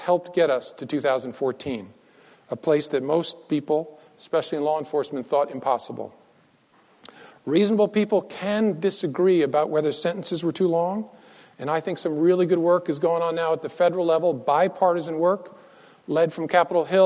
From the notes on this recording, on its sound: Recorded on October 23, 2015, at the University of Chicago Law School.